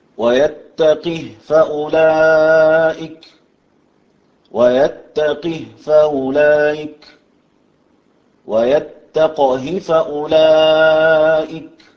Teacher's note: وكذلك المد لورش في كلمة فأولئك، المد بالإشباع